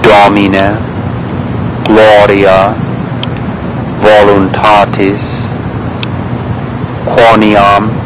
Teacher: it is not pronounced ever as O, but always awe, with a loose jaw